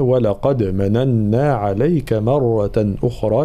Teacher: كلمة مرة لابد من ترقيق الميم وتفخيم الراء